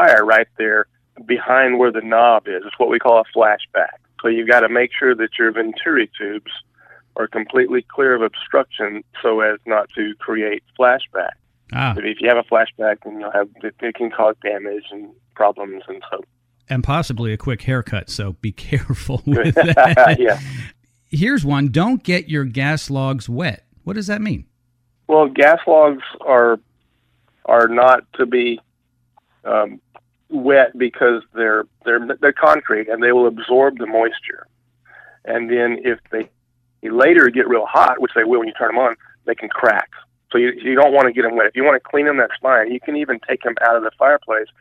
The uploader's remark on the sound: Check A Pro Radio Show. Takes phone calls from listeners.